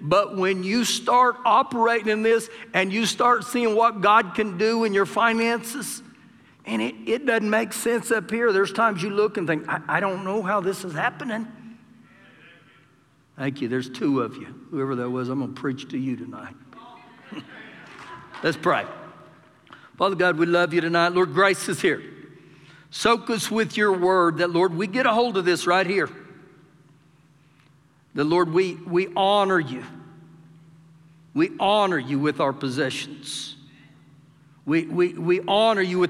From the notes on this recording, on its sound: Recorded live during our Wednesday night service